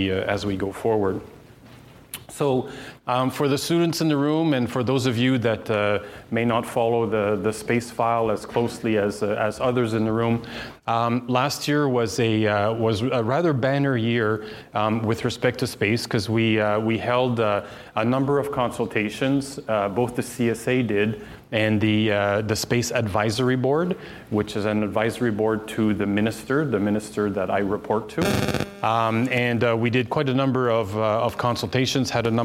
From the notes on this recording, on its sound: Surprised the audience at the CASI ASTRO 18 conference with his talk. The audience listened attentively.